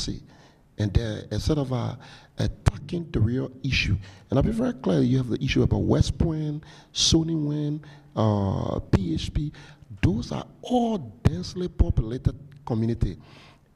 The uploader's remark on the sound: In this recording from their 2019 Global Development Forum session